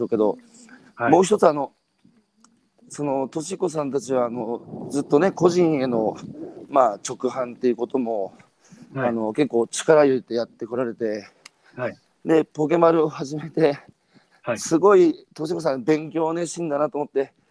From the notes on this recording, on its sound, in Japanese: 宮城県石巻市十三浜で漁業を営む。歩きながら1時間、対談する。